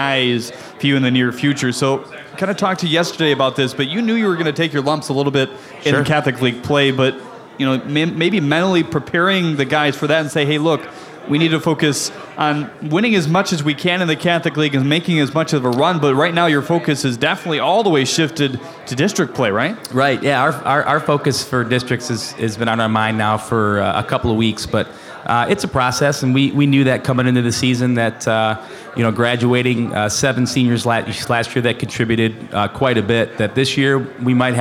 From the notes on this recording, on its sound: Live from Calihan Hall. A number of guests on the concourse of Calihan Hall.